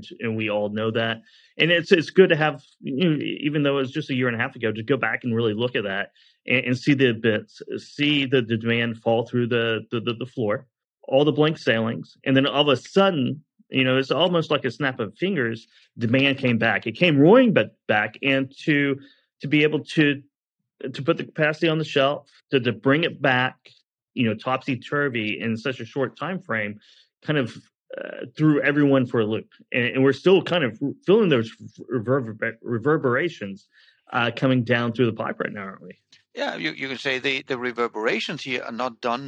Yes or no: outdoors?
no